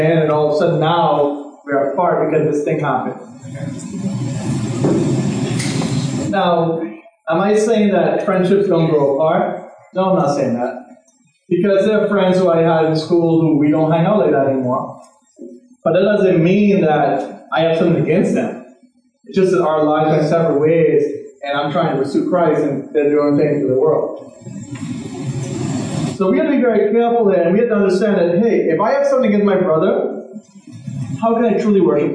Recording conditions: poor sound quality